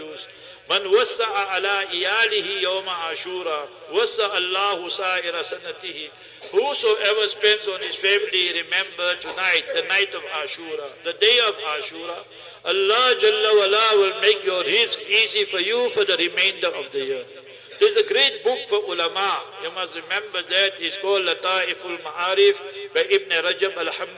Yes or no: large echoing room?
yes